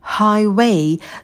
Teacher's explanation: звук «х», очень легкий, воздушный. Потом у нас идет дифтонг «I», мы роняем челюсть вниз, оттягиваем язык назад, чтобы дифтонг получился более глубоким, более оперным.